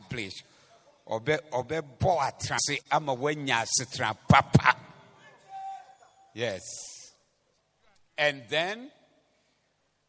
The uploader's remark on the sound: Preached at the Zeloo Service 14052023